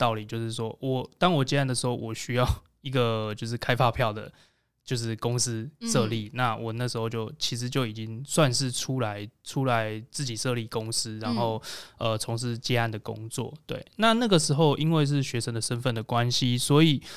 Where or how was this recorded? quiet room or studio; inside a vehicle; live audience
quiet room or studio